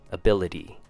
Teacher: if you want to go with the North American accent, then go with D instead of T